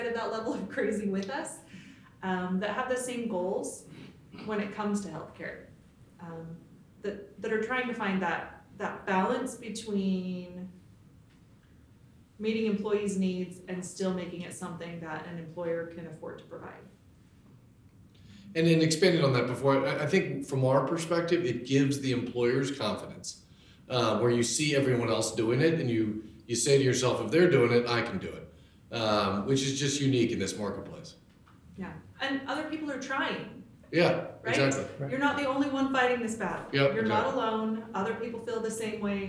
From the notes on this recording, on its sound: LIVE Audience: Legend Member’s Meetings. In our second live episode from our San Diego Members' Meetings.